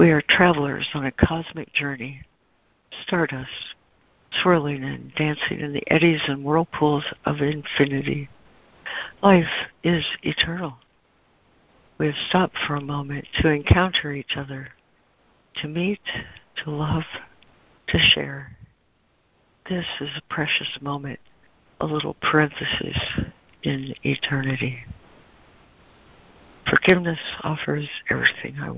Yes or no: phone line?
yes